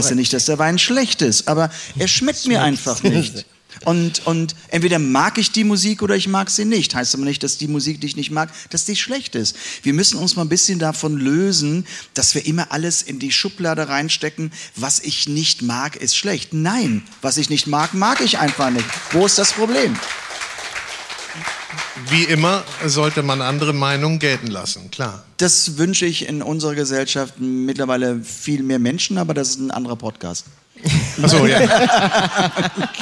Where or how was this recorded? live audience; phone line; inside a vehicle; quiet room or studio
live audience